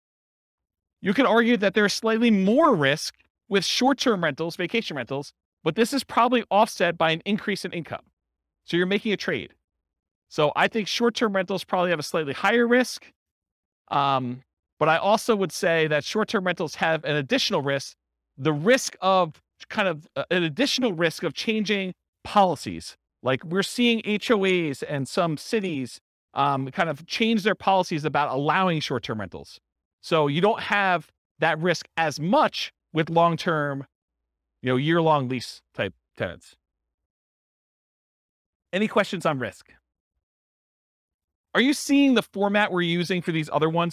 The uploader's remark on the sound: This was a live class recorded